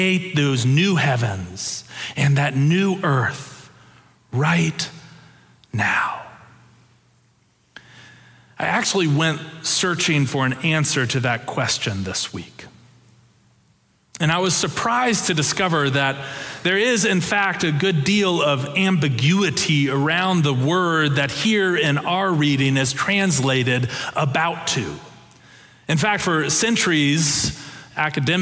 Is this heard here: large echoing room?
yes